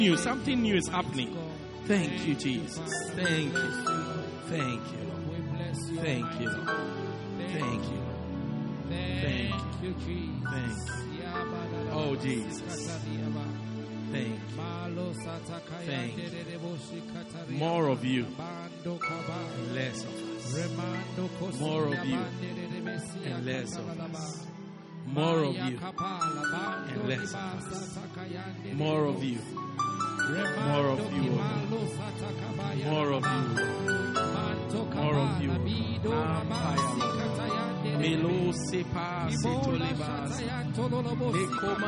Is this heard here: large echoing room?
yes